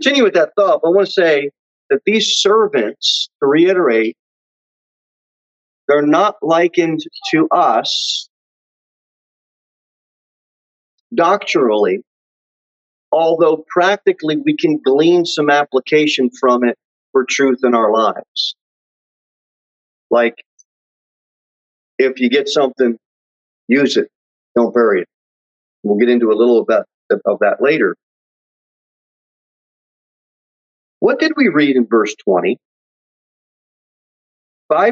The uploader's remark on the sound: Sermon delivered at Pilgrim Baptist Church on Thursday, October 7, 2021, at 6:15 pm. Jere Whitson Rd.